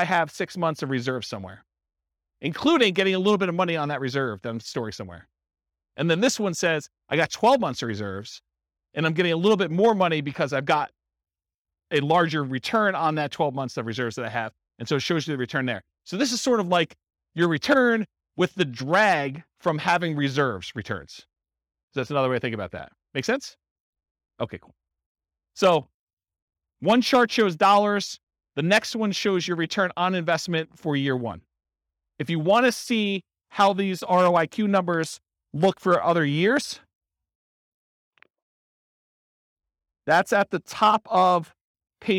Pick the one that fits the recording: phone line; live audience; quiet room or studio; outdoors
live audience